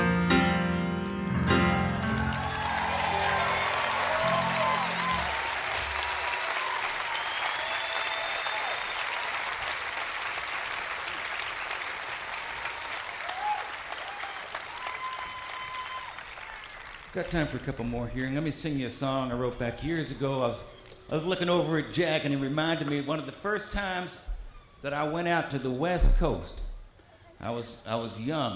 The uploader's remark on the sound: Newport Folk Festival 2009